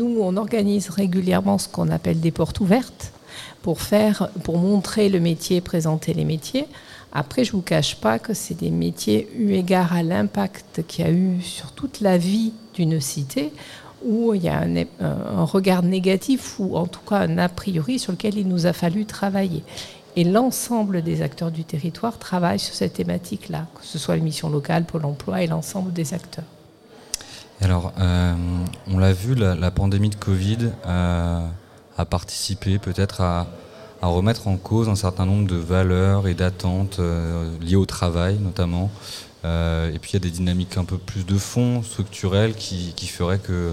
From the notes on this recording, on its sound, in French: Une émission en direct de la cité de la chaussure de Romans-sur-Isère